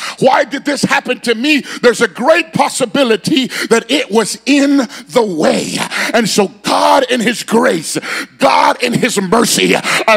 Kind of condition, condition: setting, large echoing room